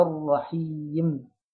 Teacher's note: أفخم الراء أفتحها، أكسر الحاء كويس، أدي الياء حركتين لأنها حرف مد